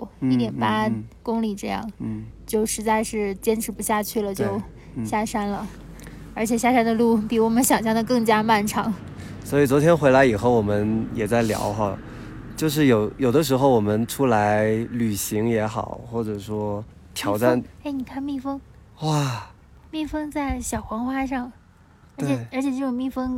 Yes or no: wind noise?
yes